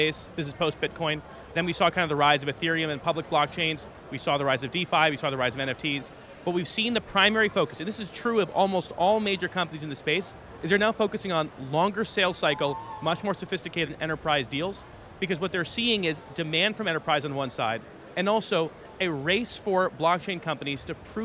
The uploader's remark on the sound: The interview took place at the Consensus 2023 conference in Austin, Texas